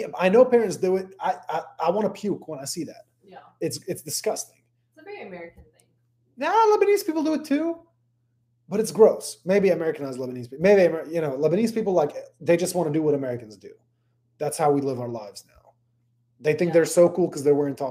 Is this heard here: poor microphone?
yes